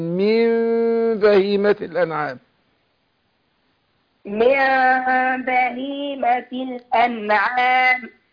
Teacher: هنطق ميم مخفاه بغنة يعني أقول مع الفرج يسير في الشفتين